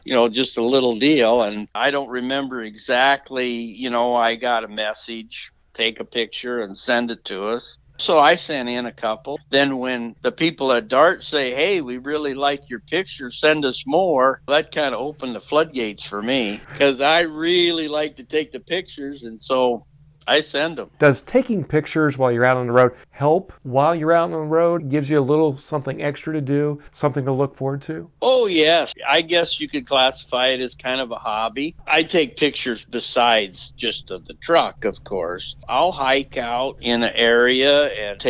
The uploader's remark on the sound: In our phone interview